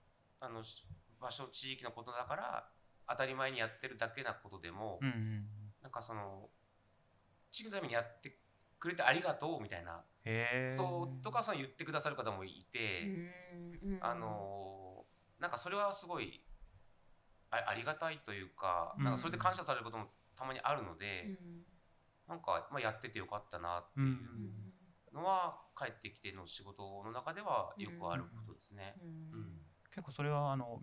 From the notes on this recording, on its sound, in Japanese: はじめてのオフライン収録につき、音声が小さめです。ごめんなさい！！